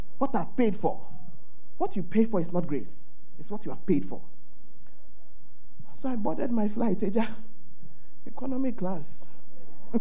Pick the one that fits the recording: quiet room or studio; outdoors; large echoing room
large echoing room